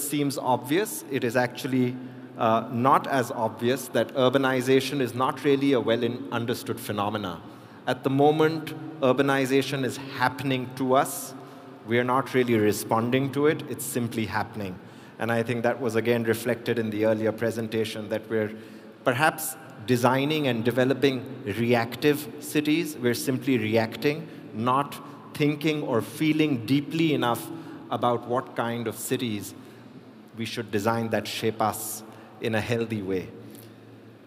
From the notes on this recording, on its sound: a keynote speech from the World Urban Park Congress 2022